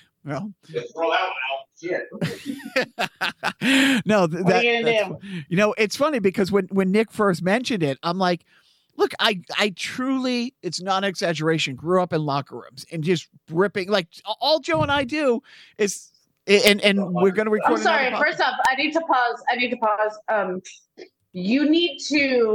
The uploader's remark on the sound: I’ll apologize for some of the audio issues.